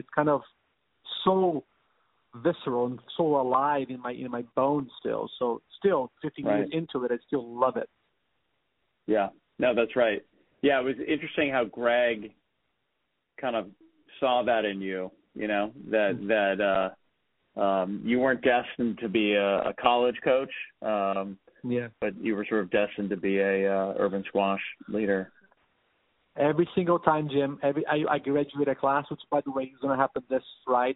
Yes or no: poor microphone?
no